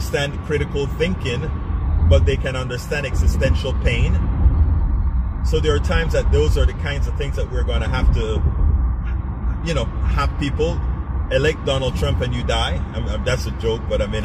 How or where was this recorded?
inside a vehicle